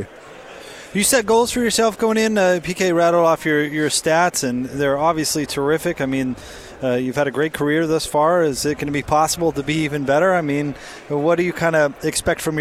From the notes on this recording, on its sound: live from Pac-12 Media Day